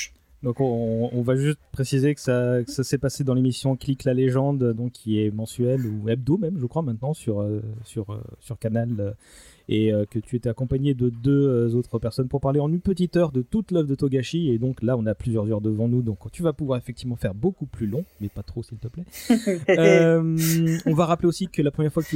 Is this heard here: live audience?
no